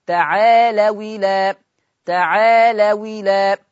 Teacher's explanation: بالنقل، فتنتقل كسرة الهمزة إلى حرف الواو فتصير المنطوق واو مكسورة فتقرأ تعال ولا تعال ولا.